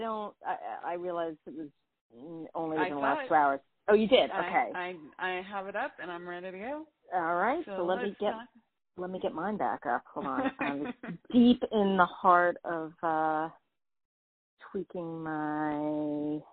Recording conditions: phone line